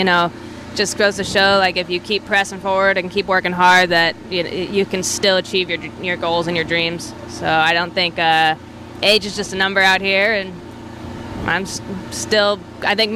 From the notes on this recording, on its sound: Live from the Gainbridge LPGA. At the Gainbridge LPGA at Boca Rio.